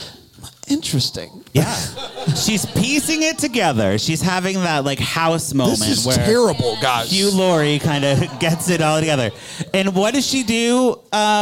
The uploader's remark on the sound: LIVE from Bramble Fest 2023